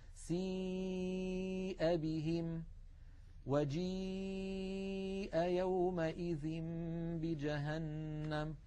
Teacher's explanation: ولاحظوا بأن الياء أيضا من وسط اللسان، وأن المخرج غير منقفل، وأن أقصى اللسان قد انسفل وانخفض إلى أسفل منطقة أقصى اللسان.